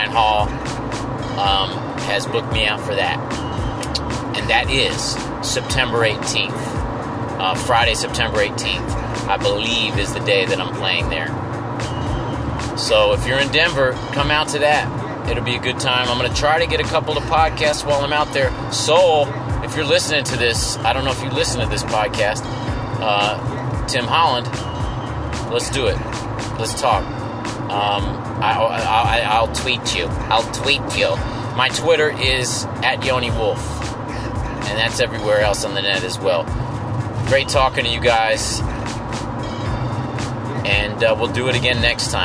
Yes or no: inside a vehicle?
yes